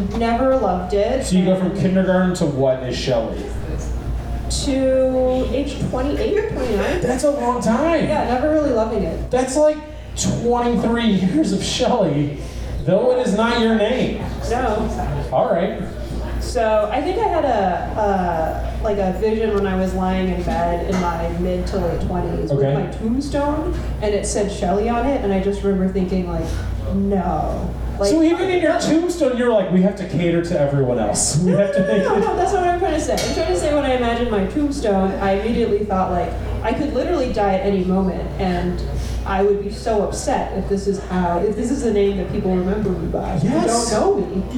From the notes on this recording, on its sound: Live at The Wonderland Ballroom. Washington, D.C.